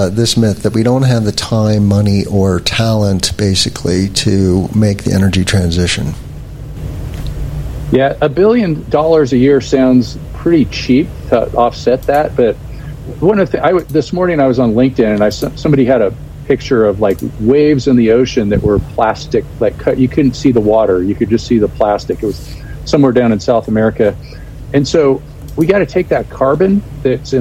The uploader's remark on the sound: At the American Solar Energy Society Conference in Boulder Colorado. Joining us LIVE from Boulder Colorado at the ASES Conference (American Solar Energy Society).